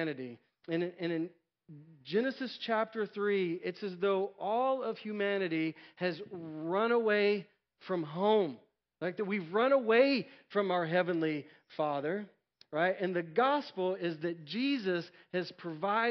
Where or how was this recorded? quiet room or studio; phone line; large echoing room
large echoing room